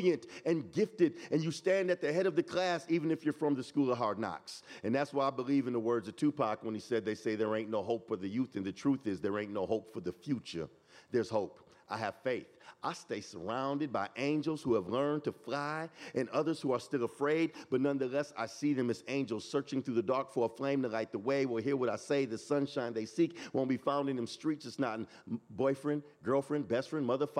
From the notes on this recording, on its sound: This EDTalk was live streamed from Icehouse in Minneapolis, MN on April 19, 2023.